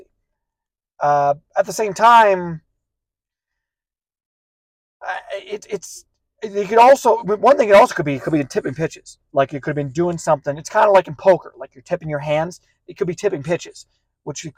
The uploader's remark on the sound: recording from his car